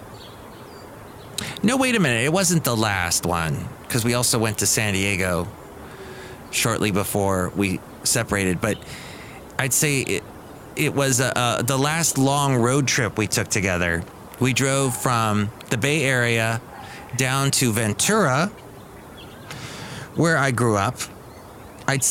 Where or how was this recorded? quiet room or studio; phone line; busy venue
busy venue